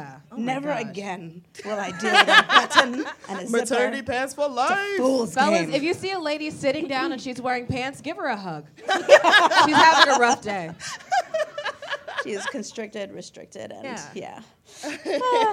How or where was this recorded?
live audience